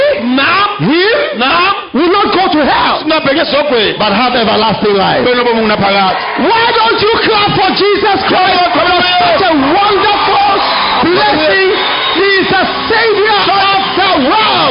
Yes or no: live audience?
yes